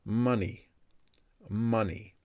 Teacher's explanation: This word has the weak A sound and the long E sound at the end.